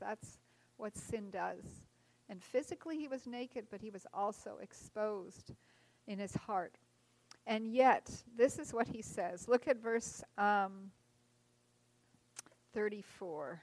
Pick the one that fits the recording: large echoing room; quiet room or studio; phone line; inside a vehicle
large echoing room